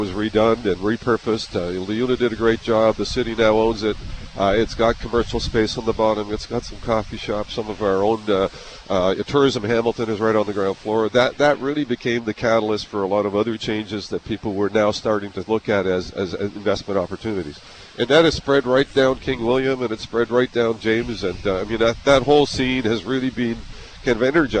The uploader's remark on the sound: Live from Gore Park. Live broadcast from Veteran's Place, in downtown Hamilton, Ontario.